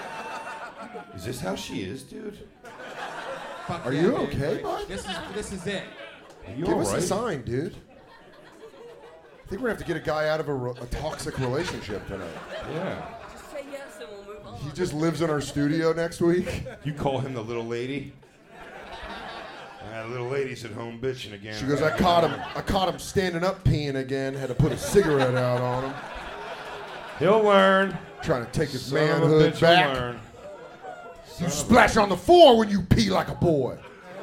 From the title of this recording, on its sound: Live From the Moontower Comedy Festival in Austin, Texas